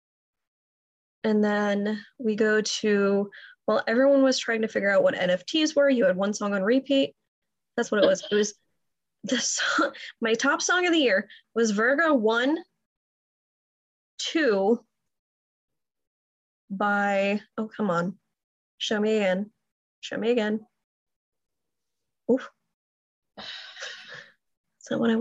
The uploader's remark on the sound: Recorded this using Zoom, so audio may not be of the best quality, but they assure you it was the best option they could find for free.